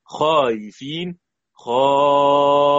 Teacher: همزة متوسطة وقبلها ألف مد بتسهيل بين بين مع مد وقصر